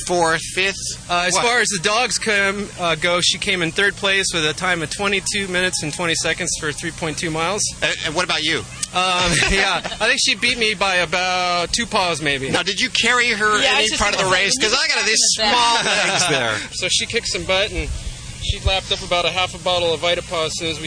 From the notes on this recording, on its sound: Animal Radio is LIVE from the Pasadena Rose Bowl for the annual Race for the Rescues, benefiting 10 great rescue organizations. It's a 5k run and adoption event with lots of animals and lots of celebrities.